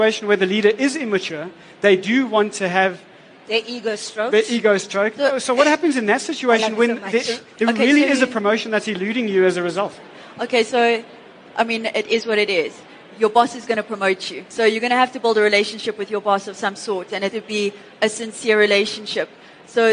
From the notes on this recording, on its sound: an interactive panel discussion where audience members are able to engage with top experts